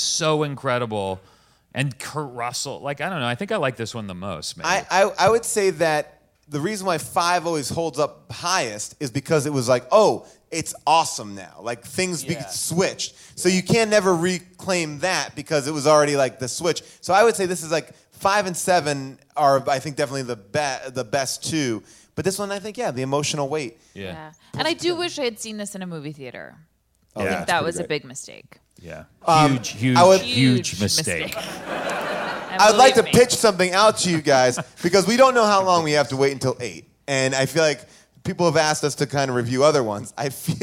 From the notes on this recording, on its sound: Recorded LIVE from Largo in Los Angeles. We learn about Fast & Furious fan fiction during audience Q&As!